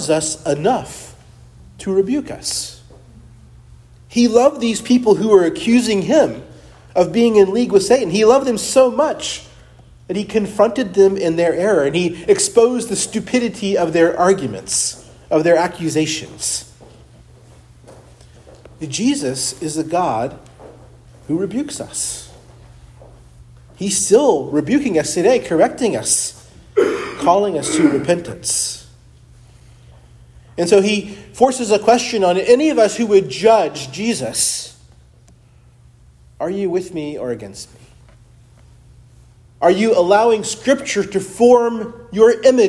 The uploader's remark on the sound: preached at Christ Our Savior Baptist Church